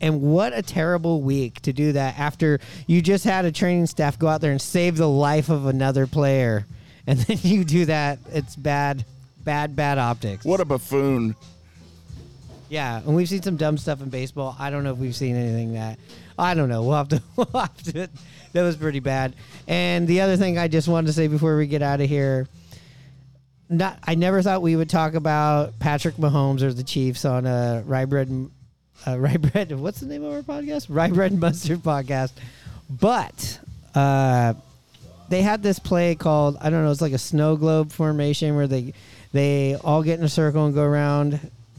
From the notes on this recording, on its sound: Recored on location at the Cabin bar and grill in Richmond Beach!